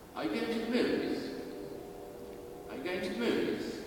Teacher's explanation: Moo is emphasized, but V's is almost inaudible.